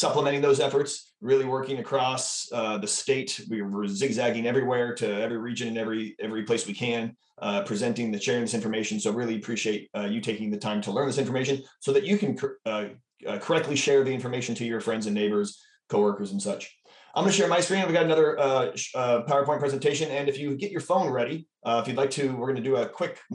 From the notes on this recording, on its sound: RECORDED: Wednesday, April 27, 2022 via Zoom. Addressing Alaskans features local lectures and forums recorded at public events taking place in Southcentral Alaska.